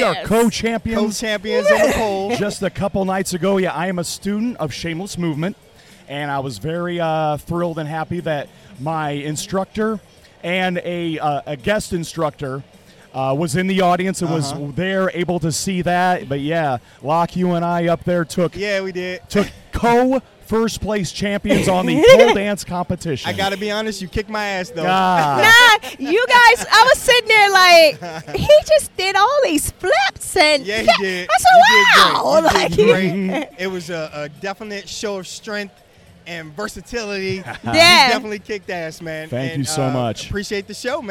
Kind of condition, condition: setting, outdoors